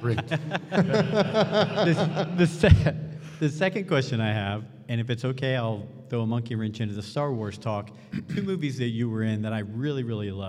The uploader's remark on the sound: I was given the opportunity to hop on stage. One of the great moments Rule the Galaxy had at ICCC.